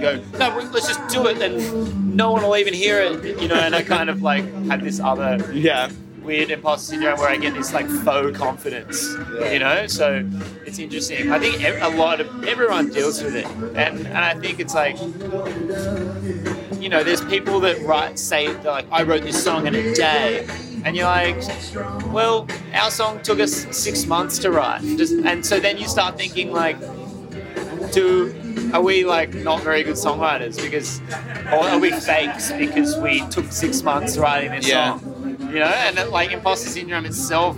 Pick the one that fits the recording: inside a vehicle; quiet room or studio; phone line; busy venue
busy venue